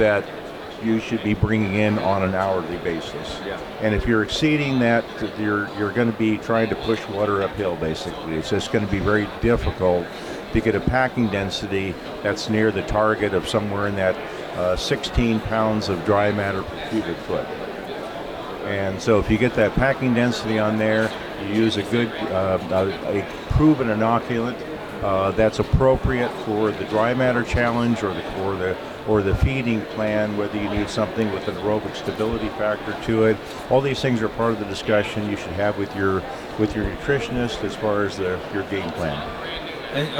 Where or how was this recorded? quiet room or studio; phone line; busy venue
busy venue